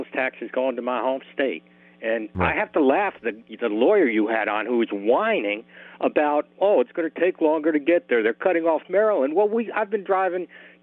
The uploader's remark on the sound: opens the phone lines up for the listeners